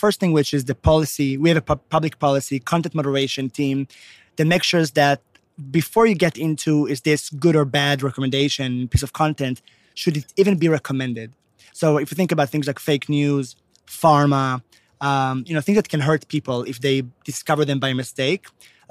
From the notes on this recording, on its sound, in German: live auf dem OMR Festival 2022